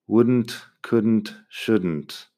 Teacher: La L no suena, la N y la T al final sí.